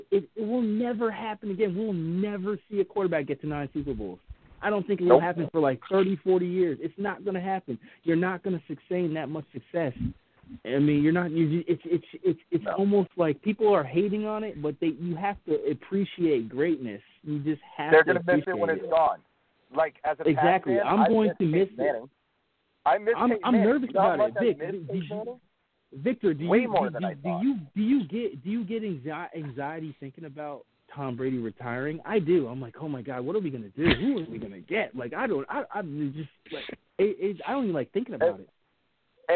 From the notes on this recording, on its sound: live phone calls